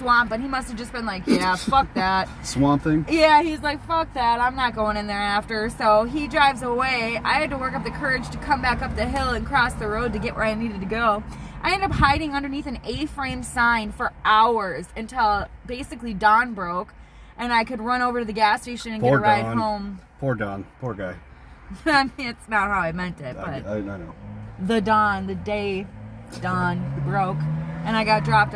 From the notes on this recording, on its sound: lots of background traffic as we have a chat in my car.